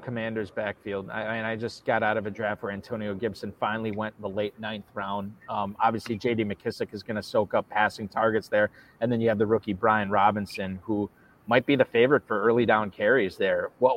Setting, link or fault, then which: setting, busy venue